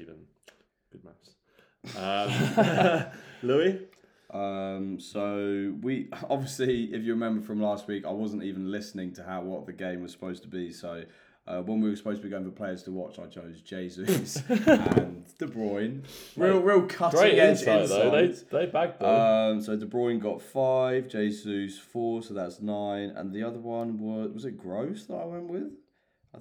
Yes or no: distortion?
no